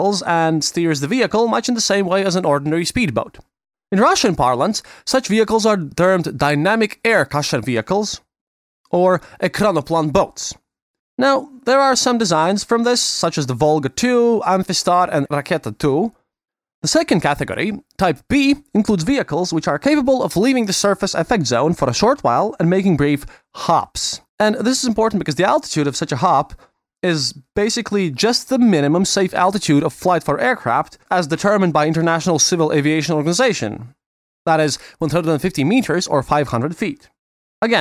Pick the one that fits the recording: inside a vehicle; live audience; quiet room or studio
quiet room or studio